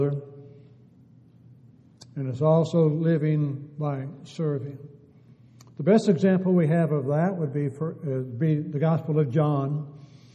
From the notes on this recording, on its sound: Downtown Church Of Christ Audio Sermon